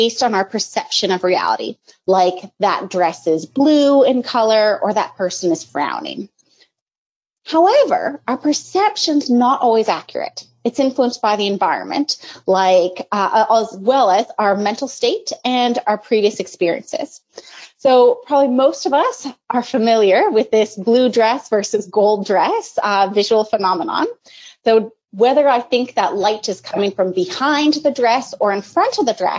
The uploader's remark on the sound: This is an audio only version of an HSABC webinar originally broadcast on May 20, 2020.